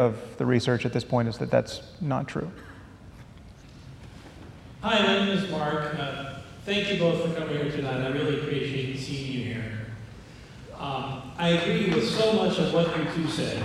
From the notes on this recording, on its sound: at a live event in Los Angeles (second of two).